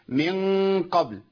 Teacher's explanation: عملت تشديد للقاف بغنه